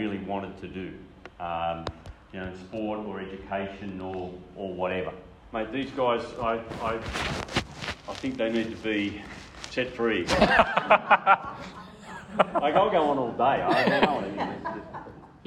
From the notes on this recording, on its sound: A Q&A session at the end of the presentation. Masculinity Seminar.